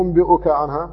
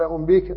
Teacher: ولذلك يصعب النطق بقوله أنبئك عنها، فأبدل الهمزة ياء، وحينئذ لأن الياء سبقتها كسرة فسكنت، لأن الضمة لا تثبت عليها، سكنت الياء فصارت مدا للباء التي قبلها · Shown in: second take · قال أنبيك، لكن الهمزة سقطت وبدلت ياء، والياء لا تثبت عليها الضمة، والهمزة كانت متحركة بضمة، ونقلت وبدلت الهمزة ياء ولا تثبت الضمة على الياء، استثقلت الضمة فسكنت الياء، فإذا سكنت وقبلها كسرة لأنها تكون مدا لها.